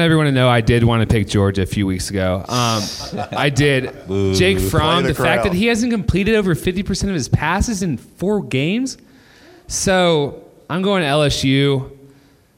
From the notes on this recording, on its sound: In front of a live audience in Pandora's elegant studios in Midtown Atlanta.